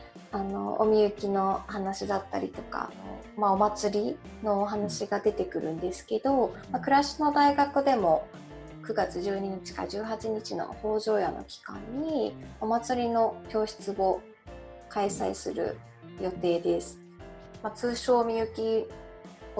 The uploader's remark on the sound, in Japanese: 本番組はオンライン会議ツールZoomを使用して録音しております。通信環境の問題により一部聴き取りづらい箇所があることをご了承くださいませ。